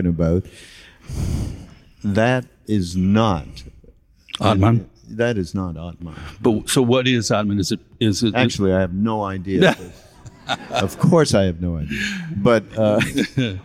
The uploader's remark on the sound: This recording is originally from the LSRF 2022 Summer Mountain Retreat in Boone, North Carolina.